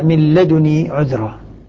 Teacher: بتخفيف النون مع حذف نون الوقاية